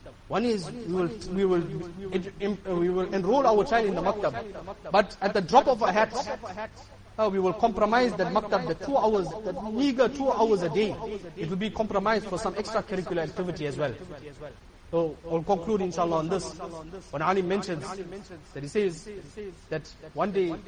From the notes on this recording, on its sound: Jumuah lecture